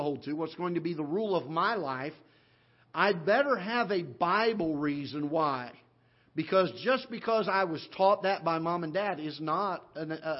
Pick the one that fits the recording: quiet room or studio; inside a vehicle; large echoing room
large echoing room